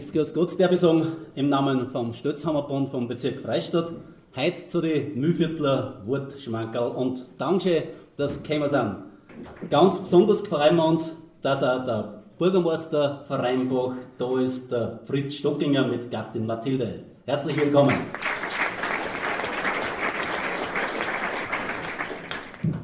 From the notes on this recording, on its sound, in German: Sie hören in diesem Beitrag selbstverfasste Texte von AutorInnen des Stelzhamerbundes Bezirk Freistadt. Die Aufnahme entstanden bei einer öffentlichen Lesung.